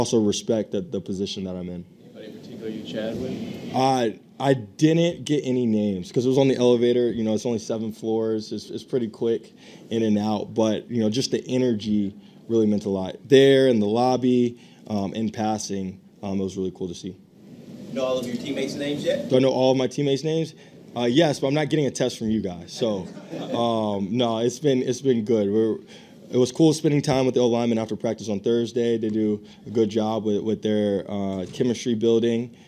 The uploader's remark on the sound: spoke to the media at the postgame press conference